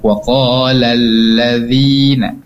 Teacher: Alhamdulillah tadi udah bagus bacanya, cuma ada beberapa yang perlu dikoreksi seperti panjang pendeknya, seperti tadi waqalal, nah itulah yang pendek. Nah, harus diidghamkan ke alif lam syamsiah waqalal ladzina